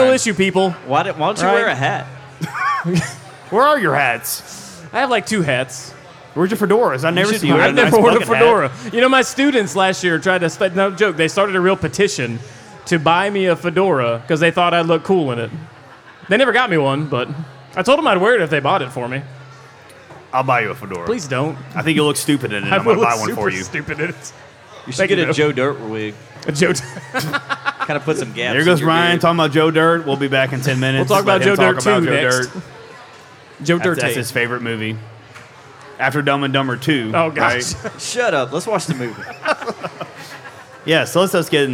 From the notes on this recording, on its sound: LIVE FROM CRYING EAGLE. Listen in to our very first live podcast recorded at Crying Eagle Brewing on Friday, October 13th. Listener beware: we were definitely over-served in this one.